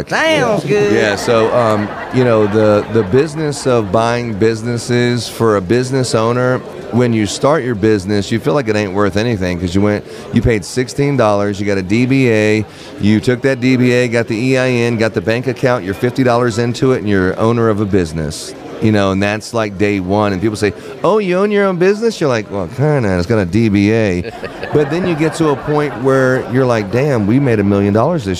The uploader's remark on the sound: recording LIVE from Las Vegas